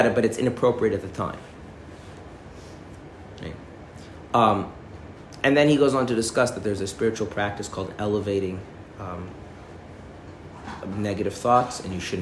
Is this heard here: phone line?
no